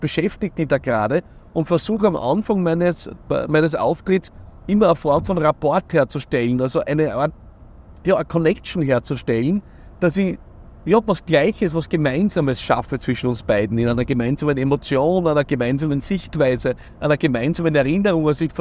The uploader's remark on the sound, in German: in einer etwas anderen Location: Direkt aus dem Auto nach einer Keynote!